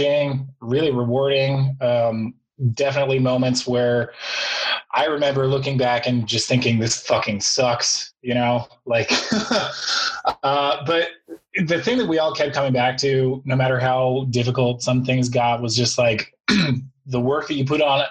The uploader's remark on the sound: We talked to the entire band over zoom